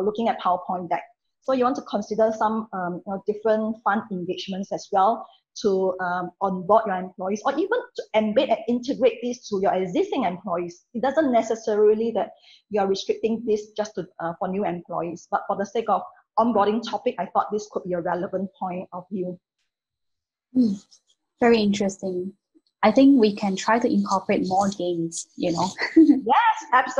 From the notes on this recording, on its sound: Delivered great insight in the webinar. They fielded interesting, pre-submitted questions from viewers. The webinar was a great opportunity for PSPs in the APJ region to learn useful HR tips from experienced pros.